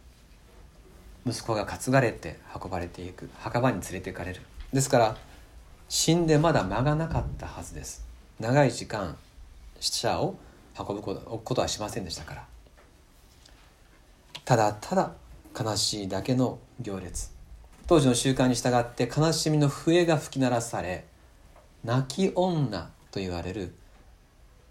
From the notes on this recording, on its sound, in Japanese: 2019年10月13日吉備聖約キリスト教会礼拝録音です。